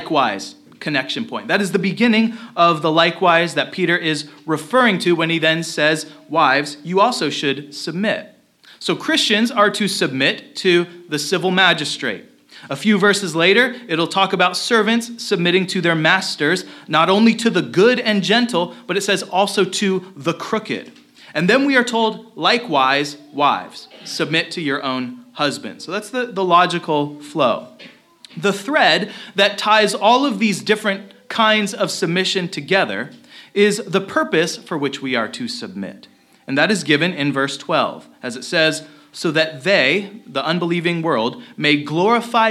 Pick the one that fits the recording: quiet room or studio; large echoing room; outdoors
large echoing room